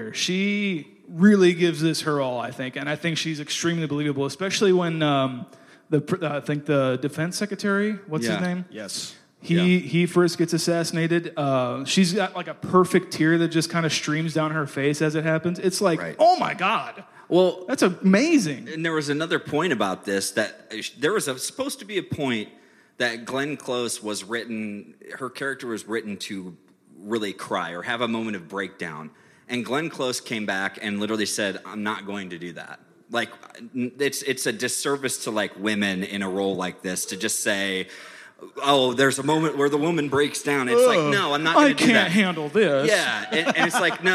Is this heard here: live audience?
yes